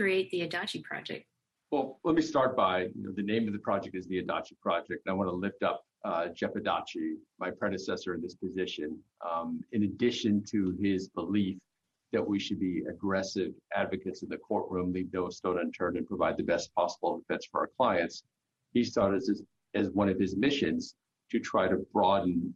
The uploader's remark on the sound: This program was recorded via video conference on April 23rd, 2021 by the Commonwealth Club of California.